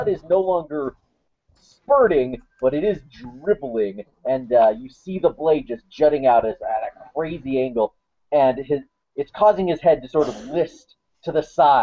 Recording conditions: video call